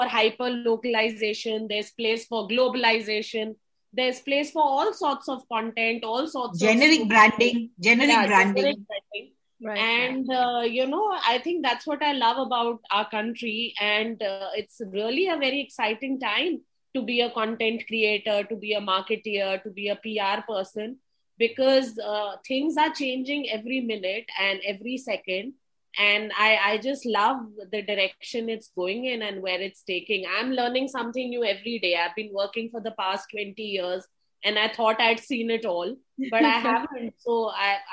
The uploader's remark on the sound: Virtually Recorded